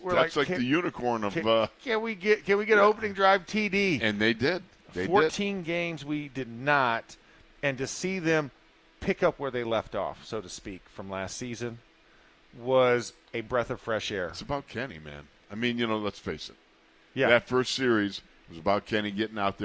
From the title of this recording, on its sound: ITL Live from Steelers Camp Day 15